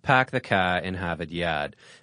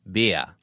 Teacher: the Boston accent's best-known quirk is a tendency to drop the R sound. This is exchanged for an ah, turning beer into bia.